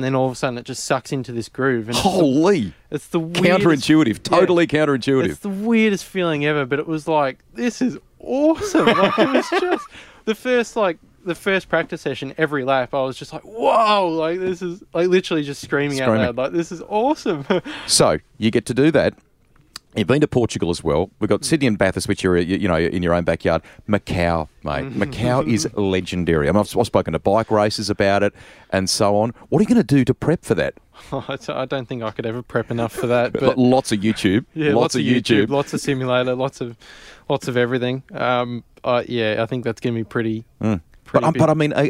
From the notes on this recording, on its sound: It’s still raining outside and practice hasn’t started yet. Are in their motorhome chatting around the table. Recorded at Sandown.